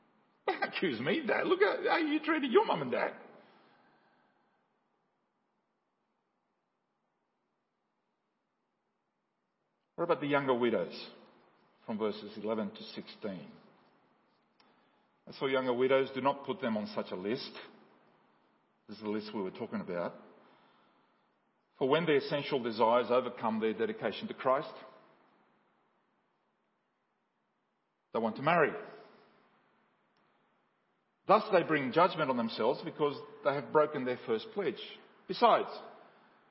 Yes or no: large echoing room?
yes